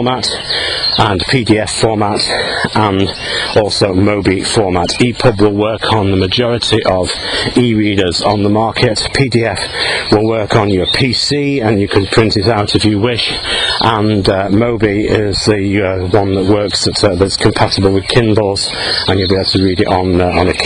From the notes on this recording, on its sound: while out walking his dog